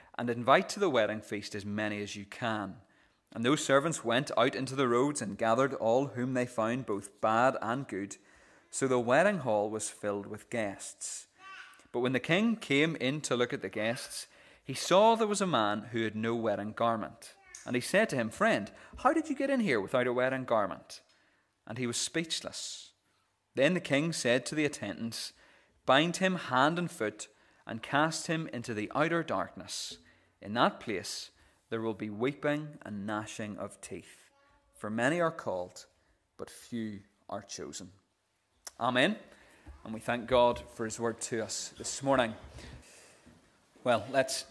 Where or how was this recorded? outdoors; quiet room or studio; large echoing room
large echoing room